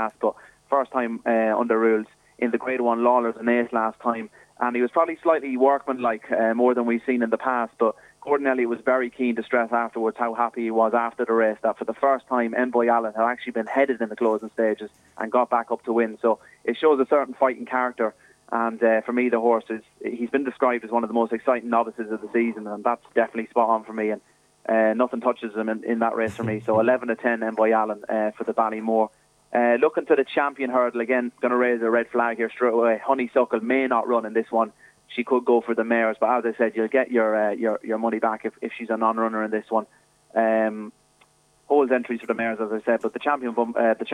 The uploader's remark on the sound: joined us on the phone